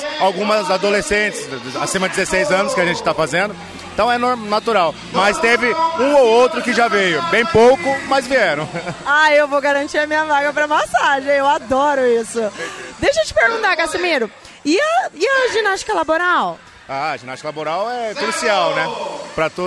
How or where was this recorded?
outdoors